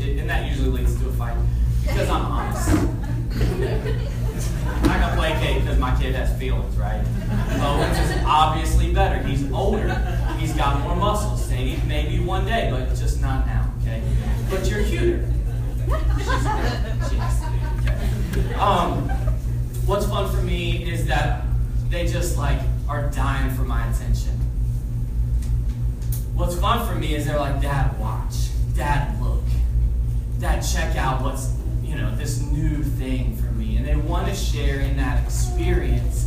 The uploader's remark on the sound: We had some technical difficulties and had to find an alternative way to record this week. You may need yoru volume all the way up for this recroding.